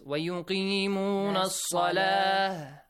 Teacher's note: whenever you stop at a word ending with ta marbuta, that is changed to the letter ha. The dots are just put the dots in your pocket, that becomes ha.